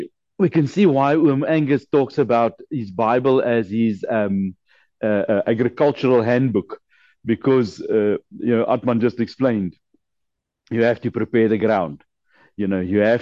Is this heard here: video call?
yes